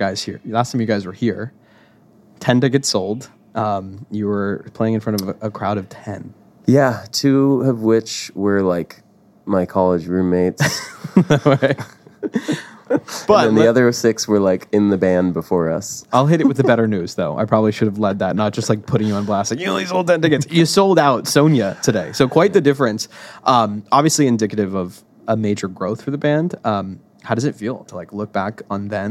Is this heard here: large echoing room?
no